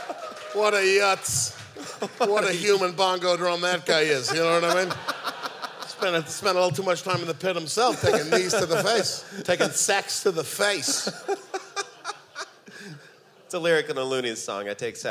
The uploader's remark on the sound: We release our final live show from the tour. This episode was recorded live at The Magic Bag in Detroit, MI.